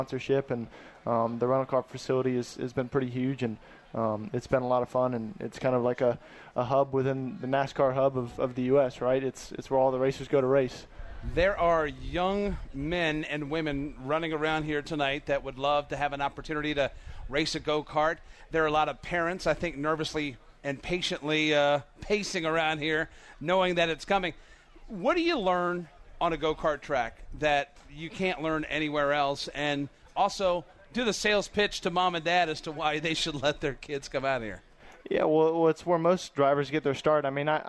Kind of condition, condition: setting, busy venue